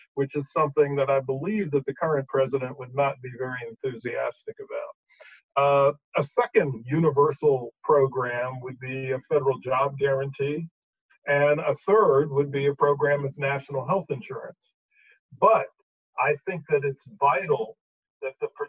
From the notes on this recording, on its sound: a virtual conversation over Zoom